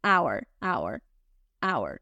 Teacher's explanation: Esta es una excepción a esa regla que les dije de la H, porque esta es una de las poquitas ocasiones en las cuales esa H no suena house, head, sino que es invisible, silenciosa